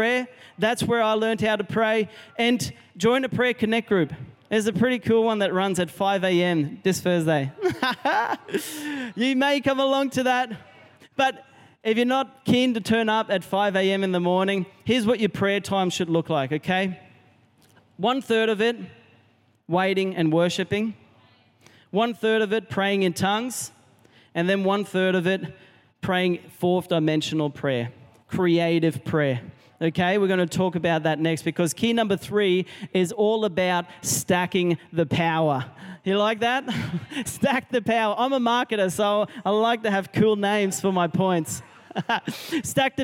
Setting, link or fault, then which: setting, live audience